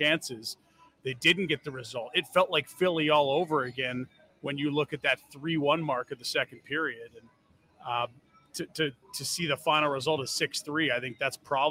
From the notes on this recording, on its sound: Post Game Show. Live from the Grey Eagle Resort and Casino!